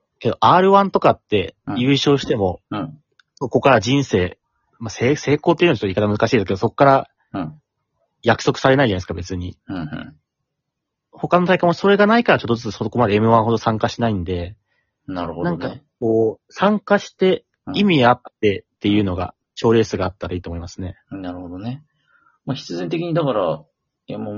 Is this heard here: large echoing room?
no